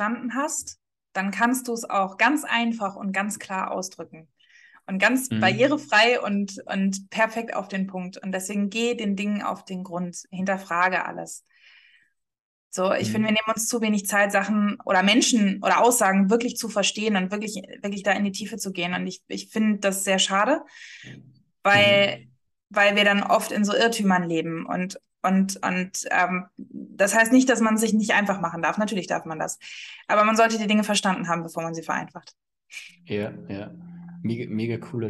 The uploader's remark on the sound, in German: hatten per Zoom einen netten Austausch